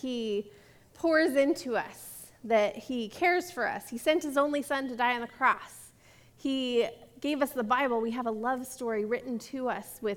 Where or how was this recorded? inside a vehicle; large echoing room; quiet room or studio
large echoing room